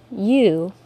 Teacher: The long U sound, U, I hope you know, begins with a Y sound